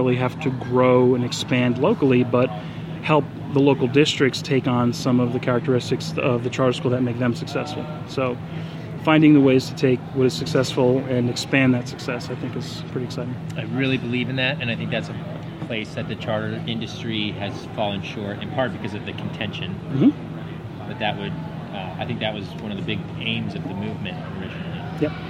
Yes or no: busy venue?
yes